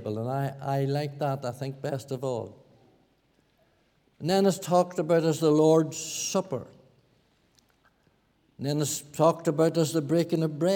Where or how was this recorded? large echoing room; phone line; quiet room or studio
large echoing room